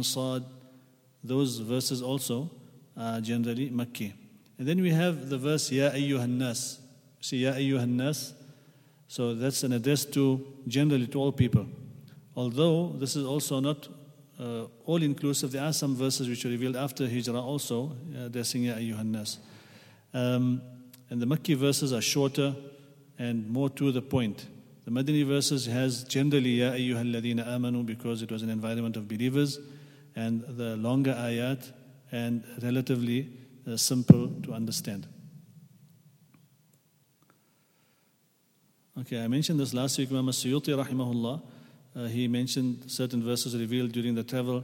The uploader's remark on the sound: at the Houghton Masjid (West Street)